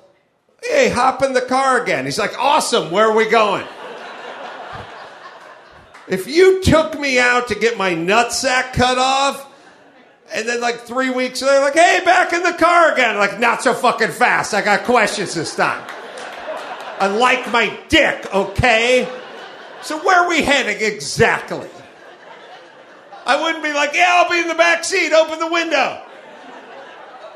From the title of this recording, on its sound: Live From Appleton, Wisconsin (ACS May 11)